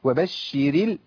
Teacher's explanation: الراء هنا مرققه لانها مكسوره وصلا ووقفا